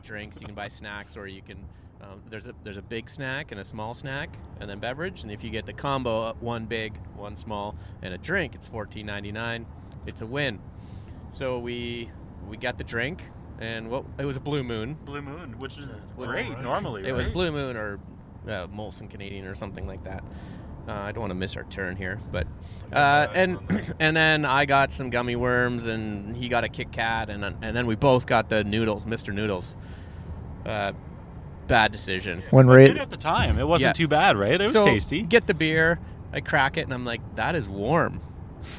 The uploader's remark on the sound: As we sort out audio levels while driving in a Buick Envision from Las Vegas to Boulder City.